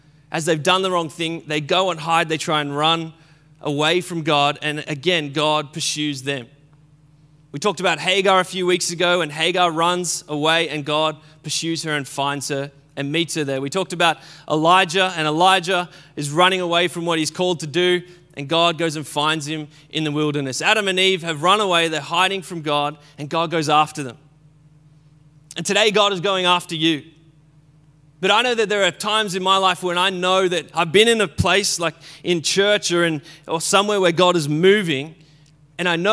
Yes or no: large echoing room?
yes